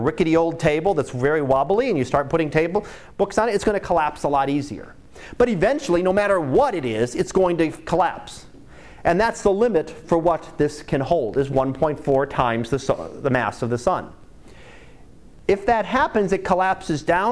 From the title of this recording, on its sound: Live Class Lecture